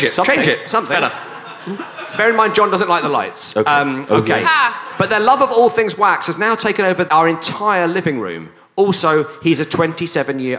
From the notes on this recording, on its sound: Return to the glorious Mach Comedy Festival for a noisy and fun-filled flatslam. Featuring out of tune singing, high intensity sound effects.